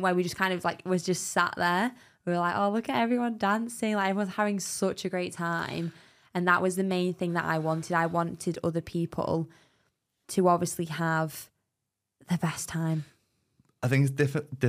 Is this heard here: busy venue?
no